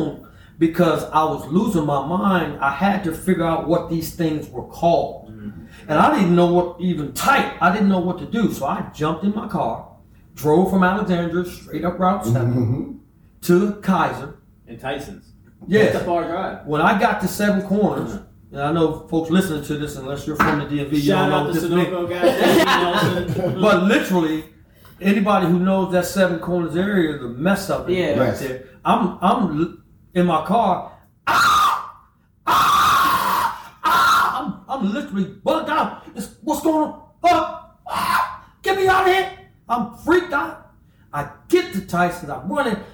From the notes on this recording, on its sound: We apologize for the sound quality of the recording as the wrong input on the computer was selected